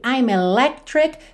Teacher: Então aqui, I'm electric, percebe que esse C do meio a gente não escuta, você não tem electric, ok?